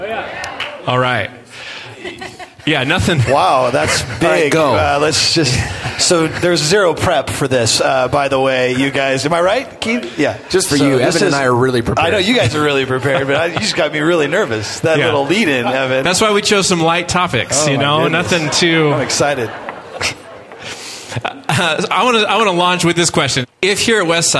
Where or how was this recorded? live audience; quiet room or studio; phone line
live audience